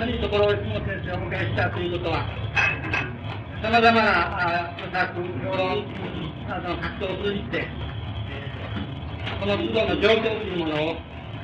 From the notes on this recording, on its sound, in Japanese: 主催：大学セミナーハウス 場所：新宿・紀伊国屋ホール。第38回大学共同セミナーで講演。テープ劣化のためノイズが多く、 音質はよくない。